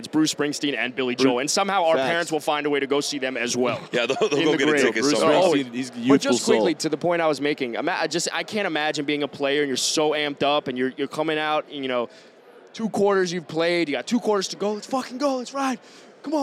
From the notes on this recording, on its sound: Live from Radio Row at the Super Bowl